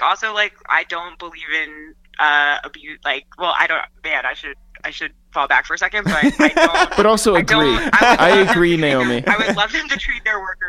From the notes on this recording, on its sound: We get on the phone with YouTube's Artist Partnerships Lead